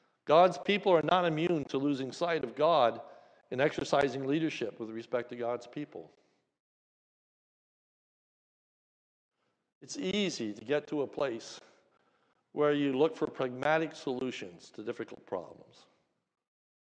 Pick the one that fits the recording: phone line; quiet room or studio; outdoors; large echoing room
large echoing room